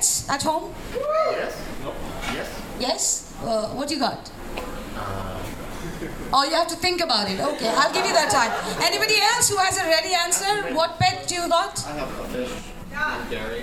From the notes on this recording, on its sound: Live at One Night In Saigon. (Comedy Show).